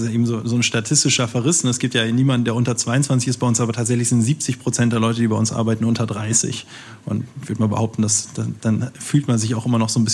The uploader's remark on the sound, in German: im Rahmen einer Veranstaltung des Handelsblatt Wirtschaftsclubs aufgezeichnet